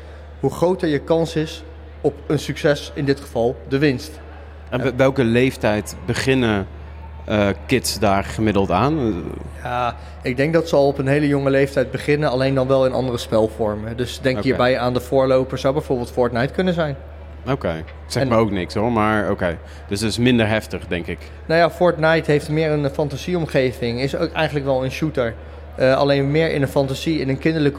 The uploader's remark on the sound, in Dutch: Live op de Invictus Games op de podbank.